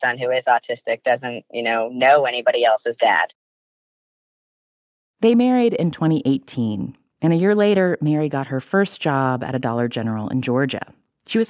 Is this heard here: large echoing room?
no